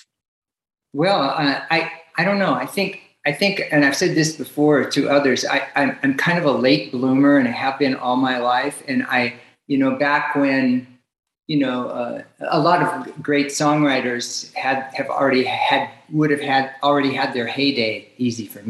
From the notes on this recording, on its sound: to the Zoom Room